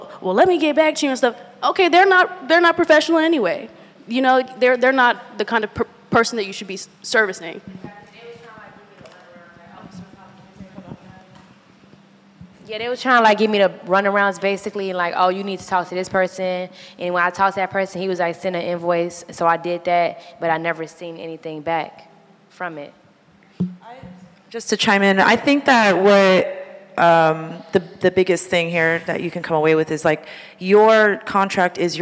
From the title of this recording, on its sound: live recording